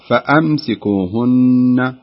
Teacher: بين الهمزة همزة القطع، فأمسكوهن